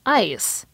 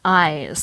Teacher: Canadians make a higher version of the AI sound before S and other voiceless sounds, as in ice, than before Z and other voiced sounds, as in eyes